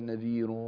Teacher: الغنة التي تخرج من الخيشوم إذا سددت أنفي هكذا نذير، يتأثر الصوت